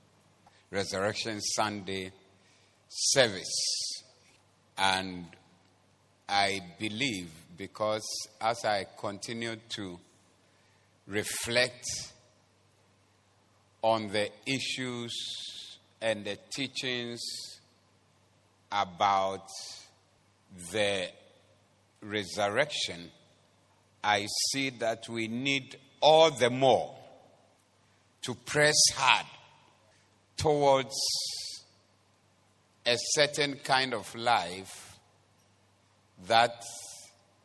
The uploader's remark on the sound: Preached at the Doxa Service 16042023